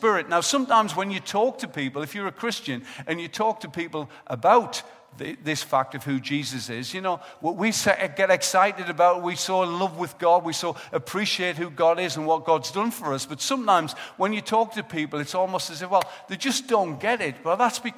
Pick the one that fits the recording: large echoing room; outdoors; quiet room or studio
large echoing room